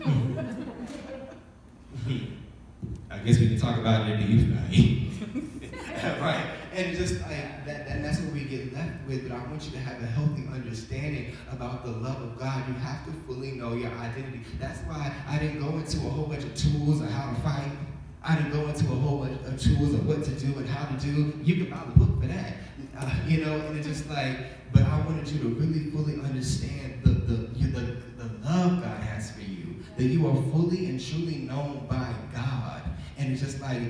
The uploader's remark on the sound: Recent workshop I hosted at my church's singles conference.